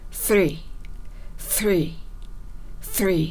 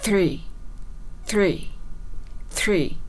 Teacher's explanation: 舌先の動かし方は全く一緒なんですが、息をよく漏らすタイプの発音が一つ目です。そうなると、すに近くなります。 · Shown in: first take